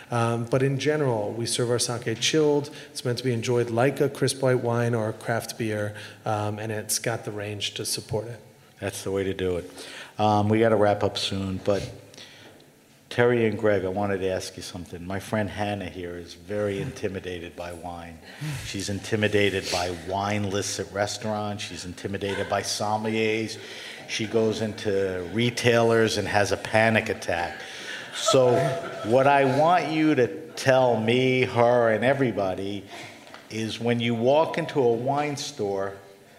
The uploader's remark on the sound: The Grape Nation and Heritage Radio Live at Industry City with Brooklyn Kura Sake and Moore Bros. Wine Shop.